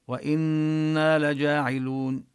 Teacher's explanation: النون المشددة نبين الغنة فيها ونمد مدا طبيعيا